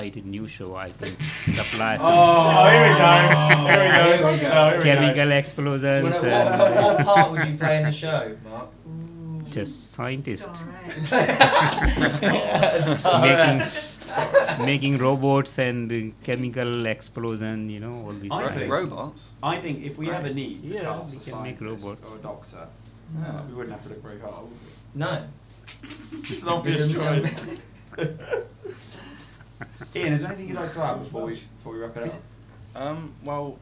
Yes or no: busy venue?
yes